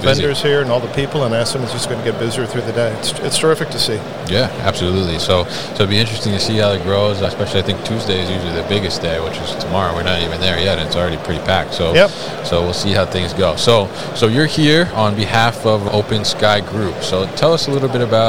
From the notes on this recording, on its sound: Open Sky Group at MODEX 2022